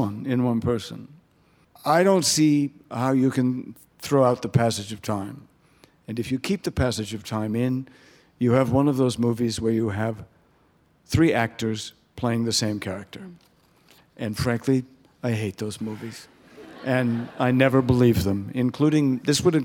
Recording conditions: live audience